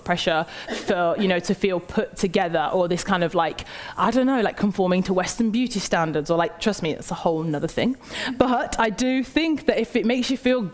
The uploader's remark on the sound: Live at Treatwell